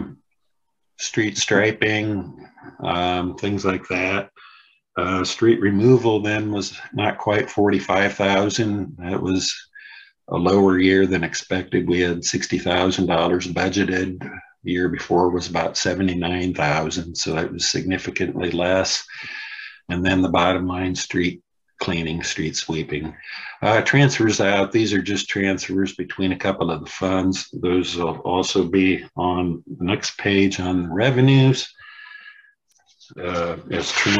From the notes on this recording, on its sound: University Heights City Council Meeting of September 13, 2022 was held on Zoom.